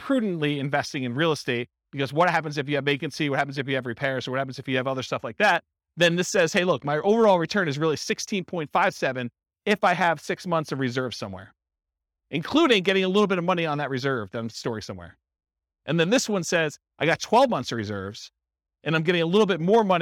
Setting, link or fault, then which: setting, live audience